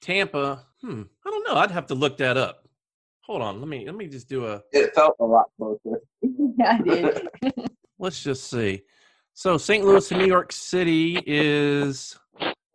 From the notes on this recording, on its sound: NOTICE AUDIO IS AS BEST IT CAN BE, there were minor sound issues. I tried to clean it up as much as possible.